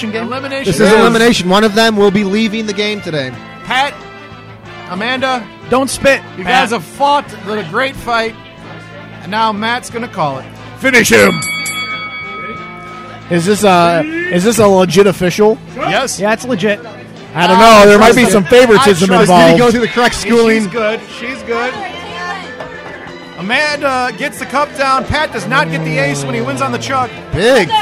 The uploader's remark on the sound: When you try and do a podcast while drinking way too much alcohol. RECORDED LIVE DURING THE 2015 TCA SPRING CLASSIC TOURNAMENT.